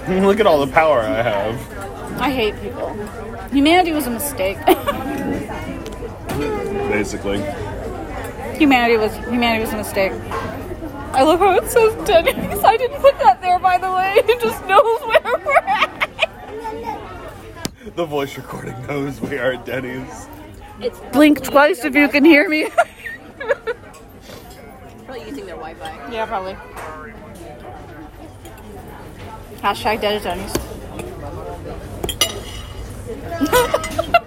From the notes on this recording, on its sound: come to you live from a local Denny's